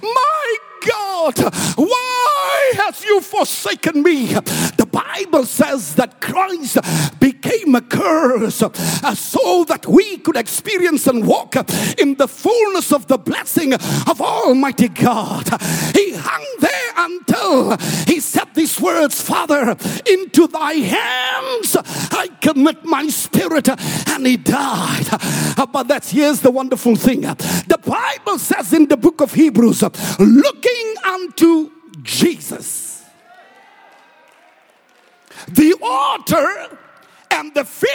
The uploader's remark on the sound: preached at Grace Bible Church Pimville